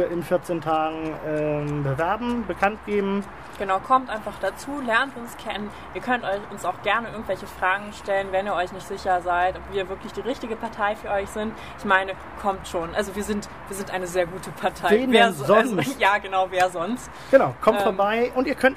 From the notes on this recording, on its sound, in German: direkt von der Tribüne des SV Arminia Hannover von unserem kürzlich dort veranstalteten LandesPARTEItag